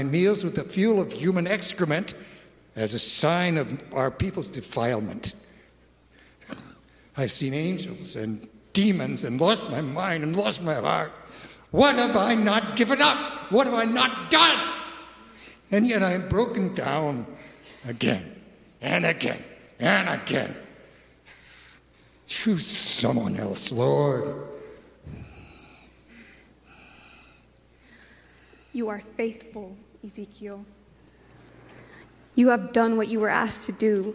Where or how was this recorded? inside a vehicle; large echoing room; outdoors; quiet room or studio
large echoing room